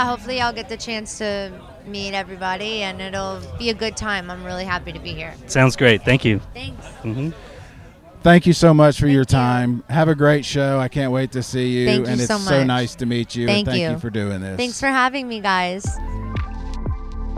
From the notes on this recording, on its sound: Sit down for a conversation with the singer/songwriter while on site at Moon River Music Festival.